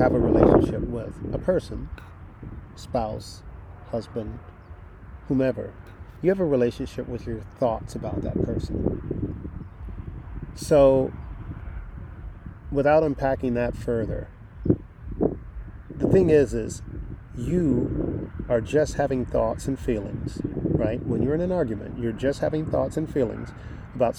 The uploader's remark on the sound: First pardon the wind noise. I recorded the podcast outdoors at a weekend retreat.